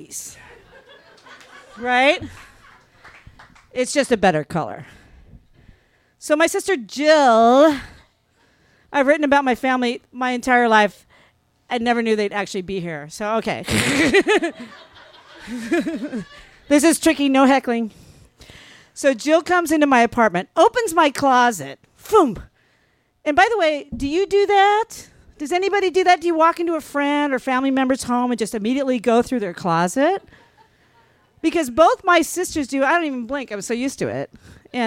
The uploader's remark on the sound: This story was recorded live on 6 May 2017 at Tiger!